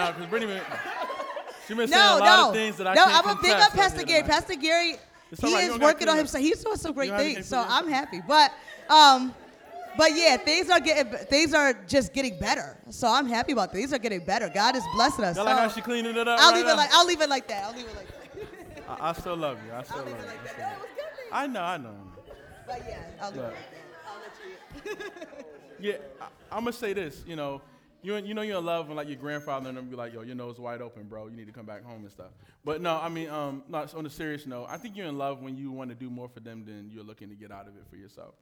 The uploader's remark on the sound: Live Q&A Panel Discussion